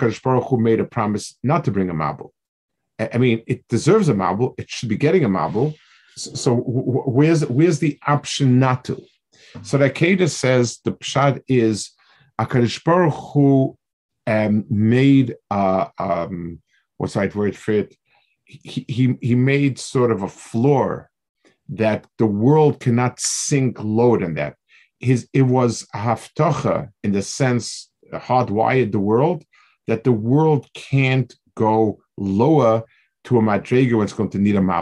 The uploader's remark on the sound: This shiur take place over Zoom on Motzei Shabbos.